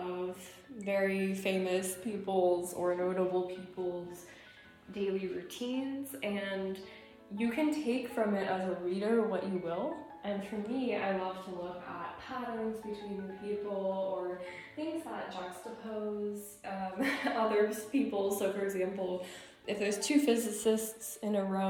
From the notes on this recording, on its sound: Our apologies for the microphone issues.